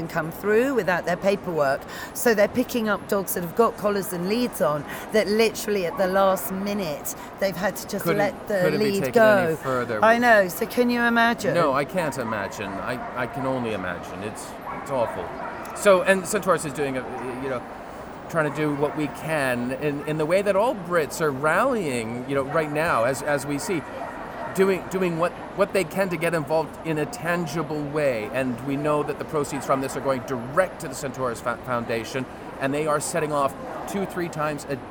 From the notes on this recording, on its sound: Catches up with old friends at the first live Crufts in two years.